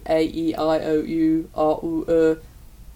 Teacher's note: if I go A, E, I, O, U, R, U, I'm keeping the pitch of my voice the same. And I'm changing the timbre of my voice. It's literally what different phonemes are.